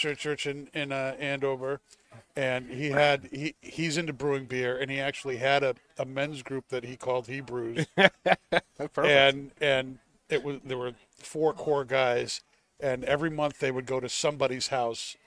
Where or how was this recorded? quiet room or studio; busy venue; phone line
busy venue